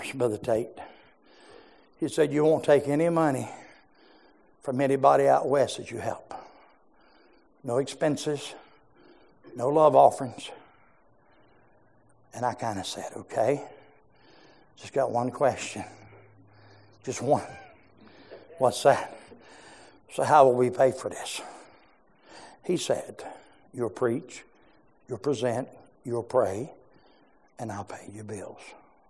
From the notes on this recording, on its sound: preached in our morning service